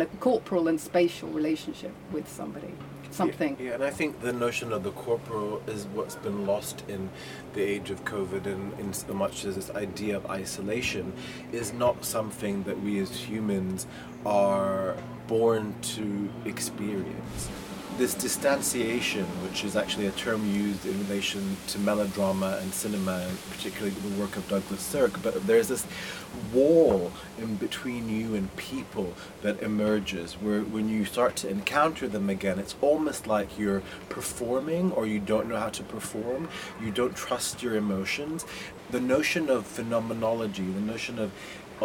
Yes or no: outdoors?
yes